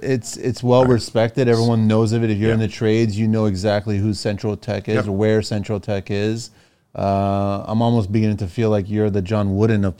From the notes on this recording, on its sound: from the tradeshow floor